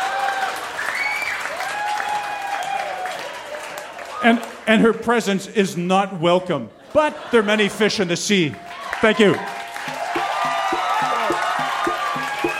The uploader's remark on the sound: Recorded live at the Black Knight Pub in Yellowknife, NT.